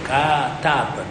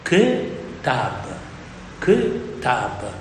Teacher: In aramaico la A breve che precede l'accento si riduce a shewa. · Shown in: second take